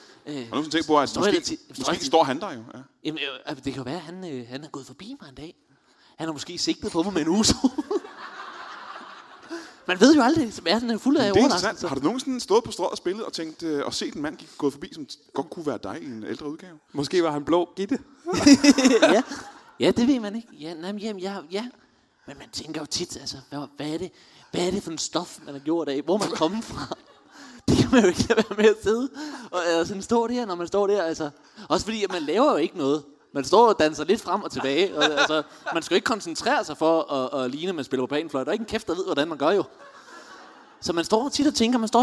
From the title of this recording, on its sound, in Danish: LIVE fra Portalen i Greve